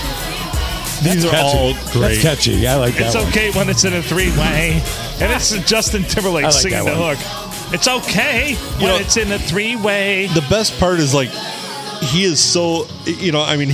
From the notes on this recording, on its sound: Recorded and a round table with a "reserved" bottle in the middle at the Blue.